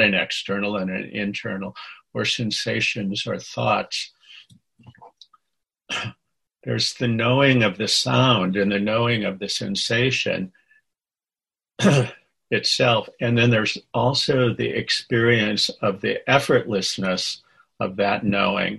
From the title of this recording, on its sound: Senior Sangha May Zoom